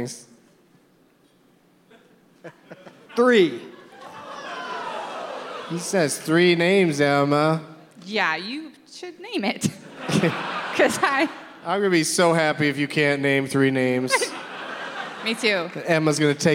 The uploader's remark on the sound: Live from the Neptune Theatre in Seattle